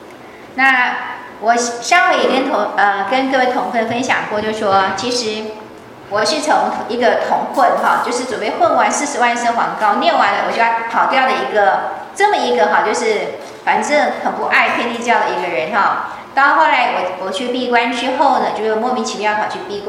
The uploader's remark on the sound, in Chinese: 依舊是美國洛杉磯掌院的上課錄音。因為是親和集會，調子很輕鬆，講了不少故事。加上是現場錄音，可以感覺到美國同奮滿滿的熱情。